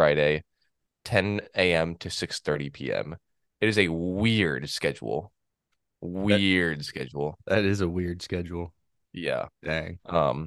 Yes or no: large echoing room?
no